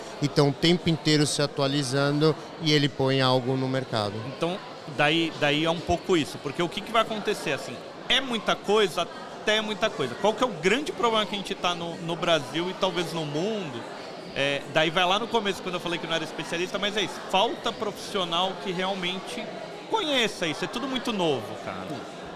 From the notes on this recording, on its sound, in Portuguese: episódio gravado especialmente no Fintouch 2022